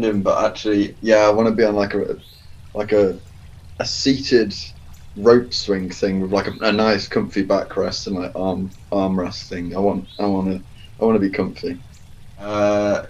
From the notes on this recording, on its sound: Recorded on zoom so the audio isn't the best